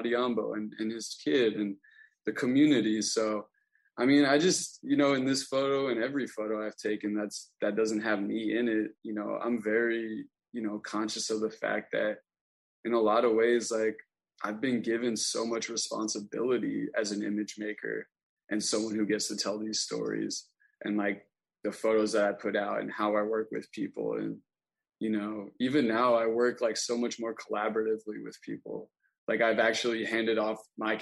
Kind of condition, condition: link, video call